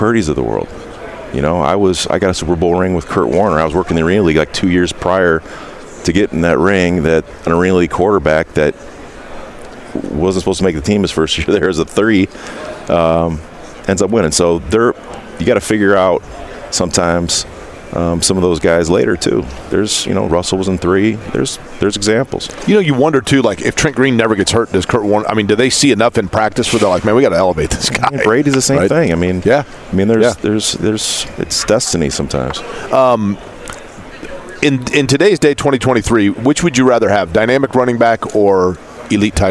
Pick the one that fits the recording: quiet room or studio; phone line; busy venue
busy venue